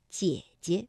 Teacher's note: 当连读的时候，第一个姐呢，我们就把它读成二幺 · Term: 赏声